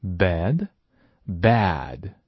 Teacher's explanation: 我们看到 bad 的时候我们的舌头稍微放平了一些